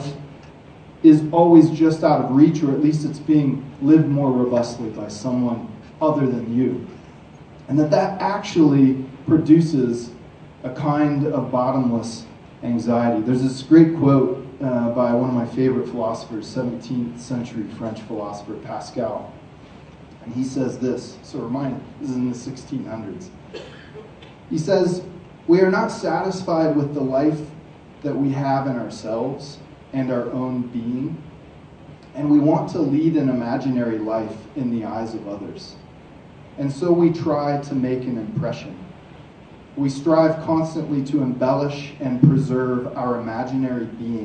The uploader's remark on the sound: From the stage at Montana Tech.